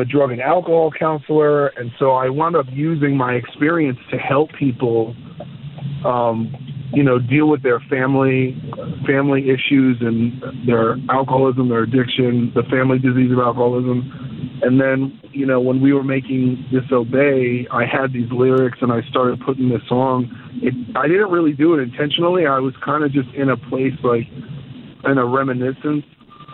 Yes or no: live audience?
no